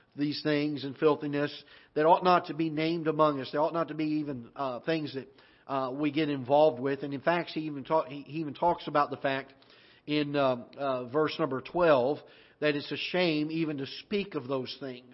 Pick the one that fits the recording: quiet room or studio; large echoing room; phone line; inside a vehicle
large echoing room